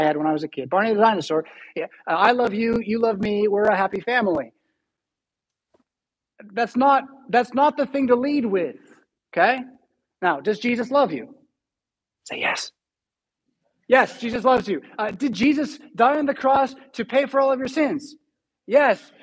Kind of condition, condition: setting, large echoing room